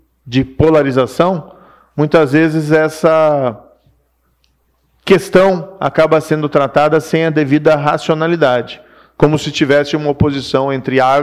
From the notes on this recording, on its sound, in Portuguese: Diante de uma plateia de empresários, altos executivos e investidores.